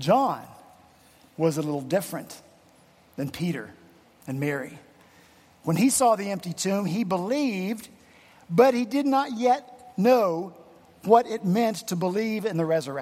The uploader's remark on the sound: at Redeemer Presbyterian Church in Charleston, SC